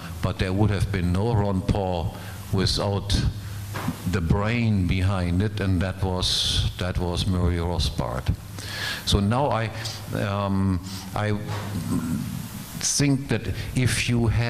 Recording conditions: live audience